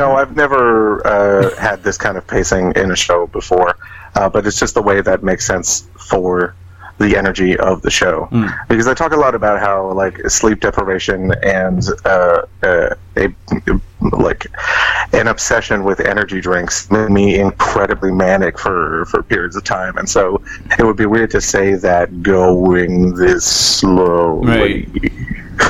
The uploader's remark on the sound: on the phone from Orlando